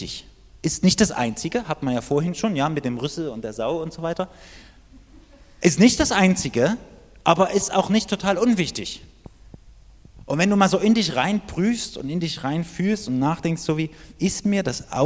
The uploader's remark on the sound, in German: Die Predigt ist aus dem Gottesdienst vom 7.